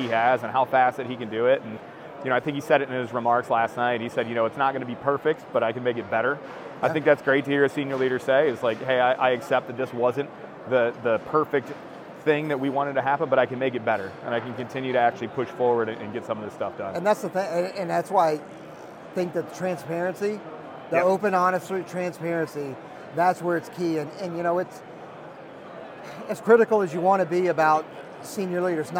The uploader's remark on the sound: at the Airlift Tanker Association trade show and conference